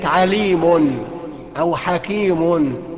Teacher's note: عليم ببص الاقي في اخر كلمة عليم طرف اللسان التحم مع اصول الثنايا العليا حقق مخرج النون، اذا هو نون. · Term: التنوين